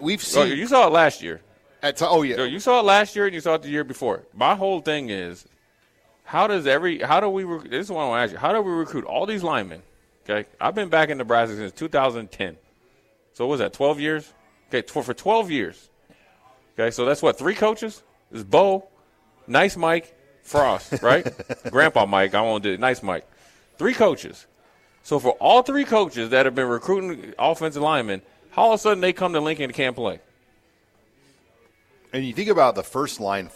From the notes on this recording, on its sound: Live from Tanner's.